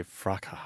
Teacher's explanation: they say fraca with a silent S